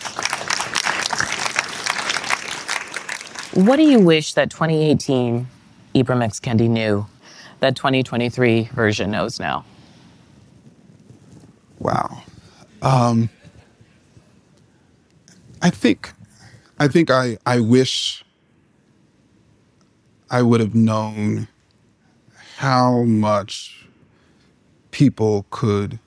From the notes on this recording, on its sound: They spoke in front of a live audience at the Crosscut Ideas Festival in Seattle .